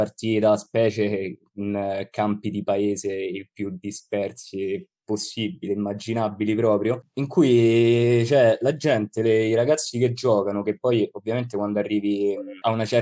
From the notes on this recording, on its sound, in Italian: Episodio registrato da remoto in data 14/07/2020.